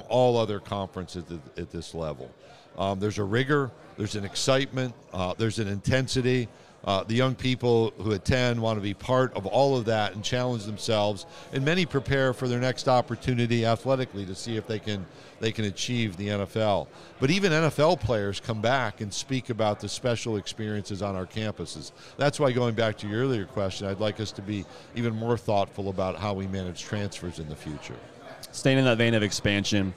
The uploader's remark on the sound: we are LIVE from SEC Media Days!